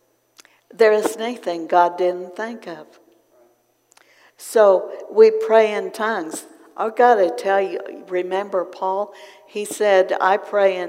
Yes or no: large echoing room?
yes